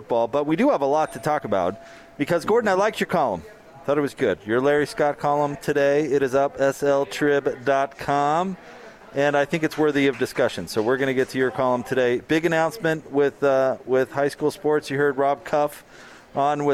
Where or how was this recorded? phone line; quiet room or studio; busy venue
busy venue